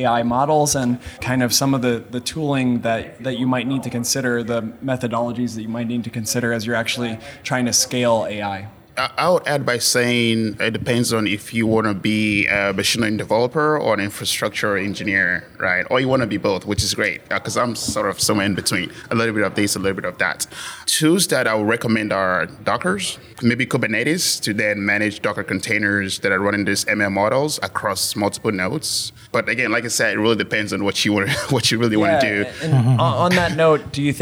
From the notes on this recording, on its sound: An amazing panel of AI innovators joined us at the O’Reilly AI conference.